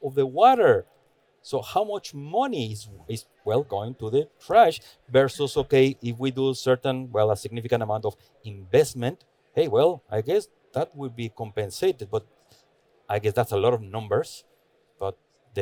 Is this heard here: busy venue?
yes